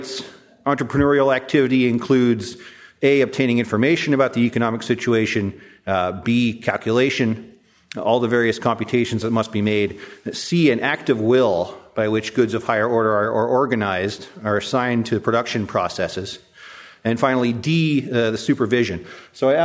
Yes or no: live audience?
yes